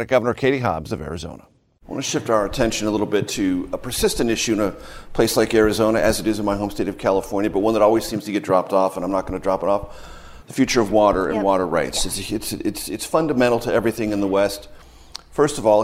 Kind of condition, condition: setting, busy venue